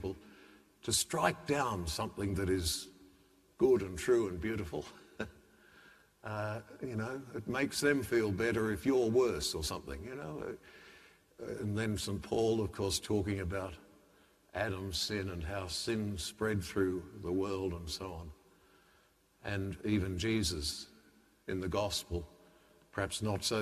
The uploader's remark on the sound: The homily from Sacred Heart Cathedral, Hamilton